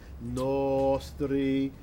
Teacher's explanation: It's an open O, stay on it. The STR come as late as possible.